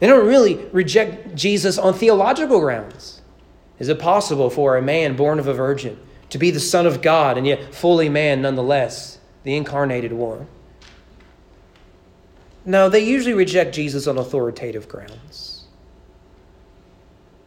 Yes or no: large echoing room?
yes